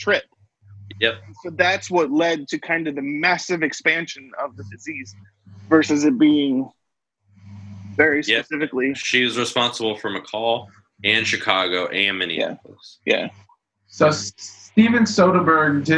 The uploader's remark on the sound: AUDIO DISCLAIMER: This was recorded using Zoom during the recommended social distancing time of the COVID19 pandemic. This Is not representative of the quality of audio we prefer.